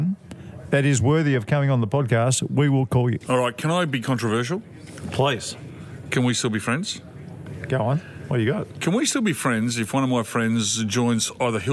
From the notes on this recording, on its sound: Live from the Railway Hotel today. The Railway Hotel is near a railway line.